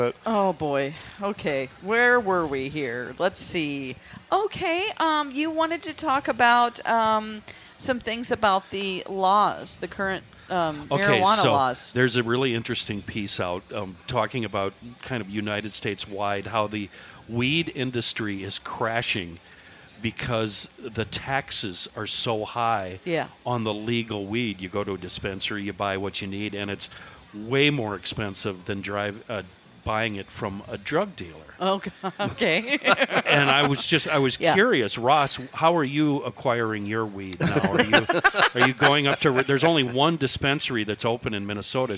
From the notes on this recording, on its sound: Celebrating 2 years of Crabby Coffee from the Minnesota State Fair!